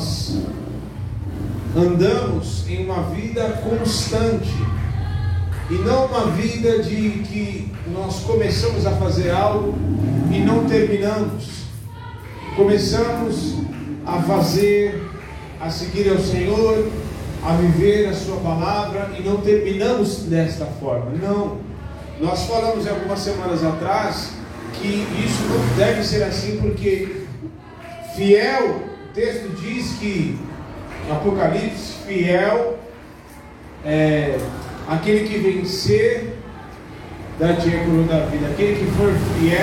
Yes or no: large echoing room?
yes